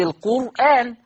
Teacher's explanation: فالراء ساكنة وما بعدها الهمزة، ما عملتش نقل لأنه من كلمة